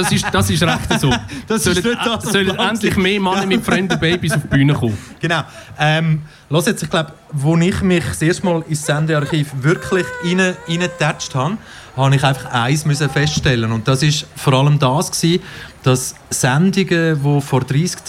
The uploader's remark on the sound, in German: Anlässlich des 35 Jahre Jubiläums von Kanal K. Live auf der Bühne.